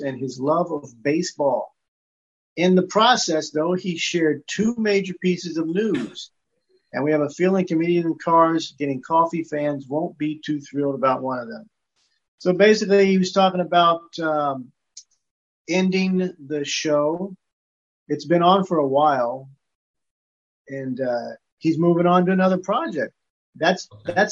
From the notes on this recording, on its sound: It's our first Zoom episode!